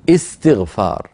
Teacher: نبدأ بها بهمزة وصل مكسورة لأنها همزة وصل وقعت في اسم